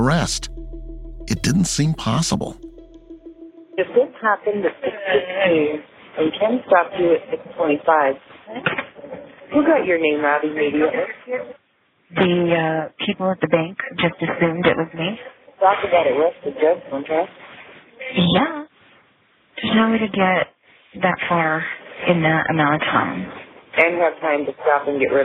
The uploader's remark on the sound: Recorded phone calls from a suspect in jail